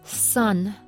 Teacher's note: 当这个中元音它在重音上的时候，它读 sun，这是它重读的形式